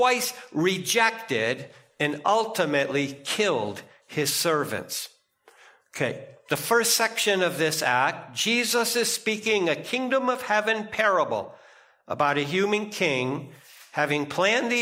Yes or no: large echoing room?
yes